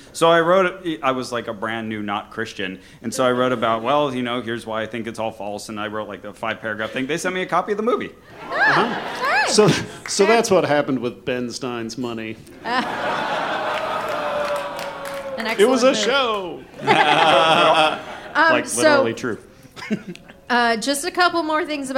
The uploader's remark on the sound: Brooklyn Live Show Edition